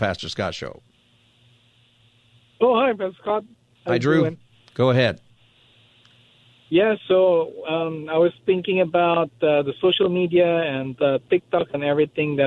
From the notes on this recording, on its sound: Open Phone Friday